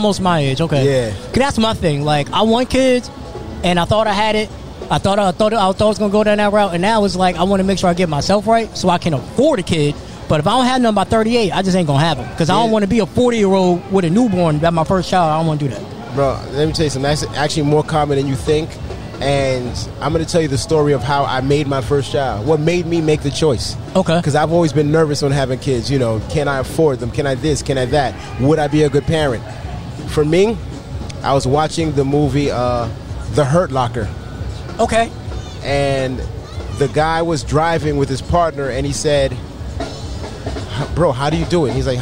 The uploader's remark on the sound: This episode was recorded outside